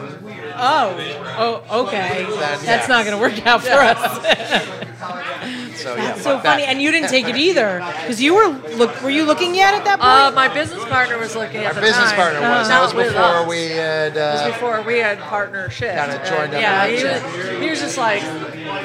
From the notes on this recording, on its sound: on a loud night at Hinterlands Bar